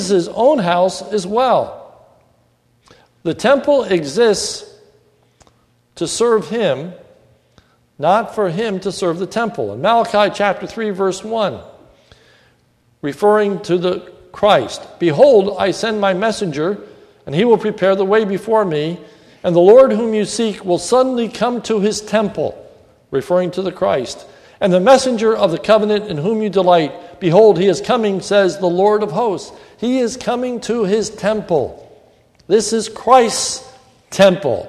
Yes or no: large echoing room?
yes